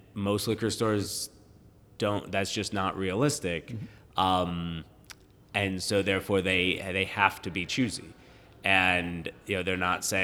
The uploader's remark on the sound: Live at Black Button Distillery! Live from New York it's Black Button Distillery! This is recorded live, on-site, before any production had started.